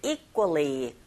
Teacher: 끄처럼 쿠 사운드를 약간 된소리 나게 발음하시고